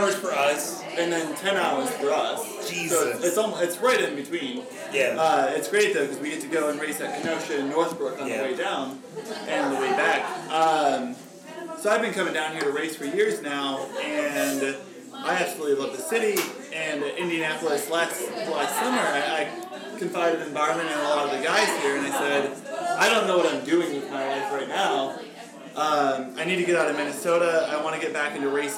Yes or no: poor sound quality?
yes